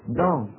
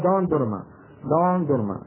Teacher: عند بعض العجم عندهم دال مفخمة